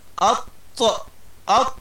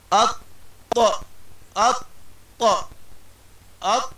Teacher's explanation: الثانية عندما أقول هكذا أط أط أط، هل خرج معها هواء؟ لا. إذن الصواب ألا يخرج فيها هواء · Shown in: second take